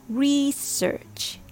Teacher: Pronunciation number one, stress on the first syllable. It's more common in American English.